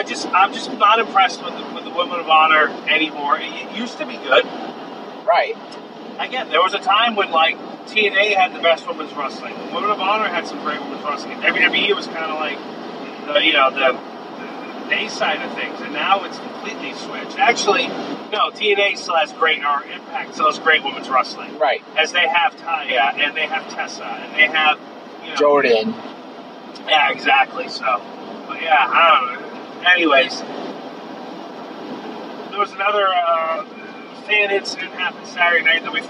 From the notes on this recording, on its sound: The audio isn't the best, it was recorded on my phone and we were driving home in a rainstorm and you can hear that and the wipers at times.